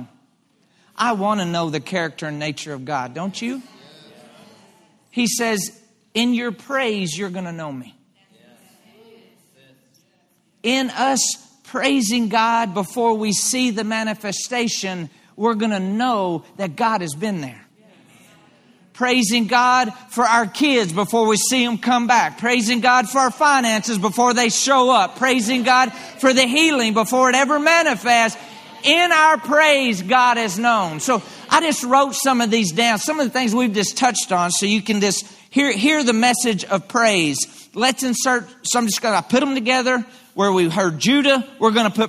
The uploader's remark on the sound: LIVE Midweek Service 6.28.23